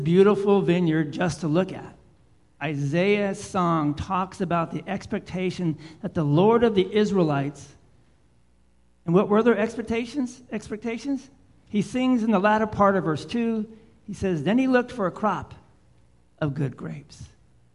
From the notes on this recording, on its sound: Live Worship Service